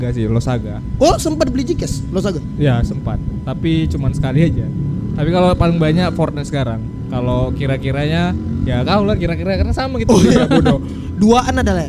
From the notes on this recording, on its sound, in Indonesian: Ngobrolin Game Di Rooftop. Mohon maaf banyak suara kendaraan. Hostnya pada goblok milih tempat take podcast.